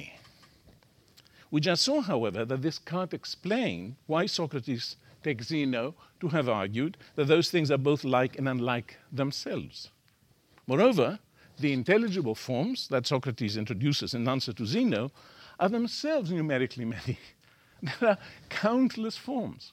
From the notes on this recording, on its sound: The lecture was given at a conference. At Purdue University.